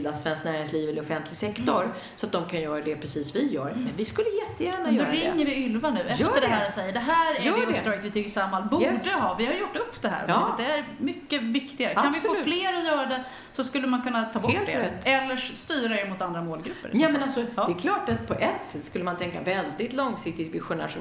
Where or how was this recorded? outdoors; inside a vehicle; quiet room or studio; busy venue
busy venue